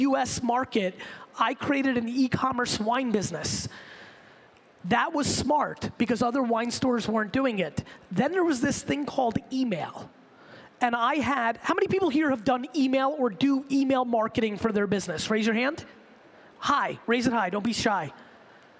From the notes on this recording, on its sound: I gave this keynote to the Rise conference in Hong Kong last week, for a group of entrepreneurs